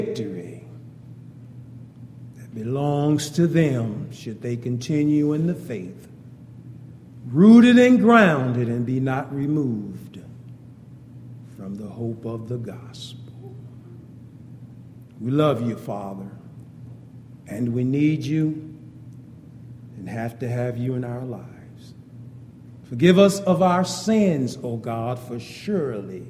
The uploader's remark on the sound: Wednesday Night Devo. Downtown Church Of Christ Audio Sermon.